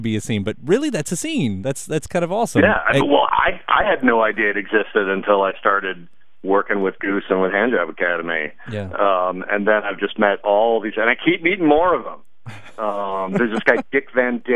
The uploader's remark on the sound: phone interview